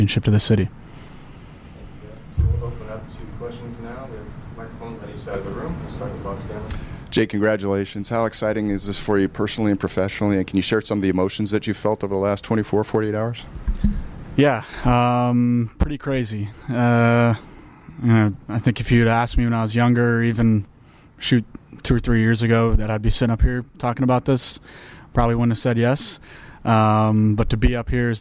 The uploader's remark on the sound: Press Conference